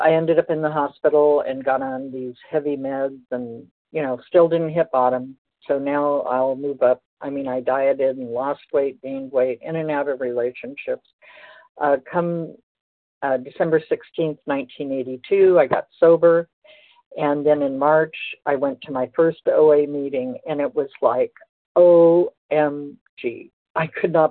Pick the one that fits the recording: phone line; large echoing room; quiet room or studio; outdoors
phone line